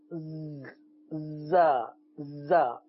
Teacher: زبان کی نوک اور دونوں دانتوں کے اندرونی کنارے سے ادا ہوتے ہیں. زا سین و صاد، اس میں زا بھی ہے، تو دونوں دانت ملائیں گے اور سیٹی کی آواز نکالیں گے.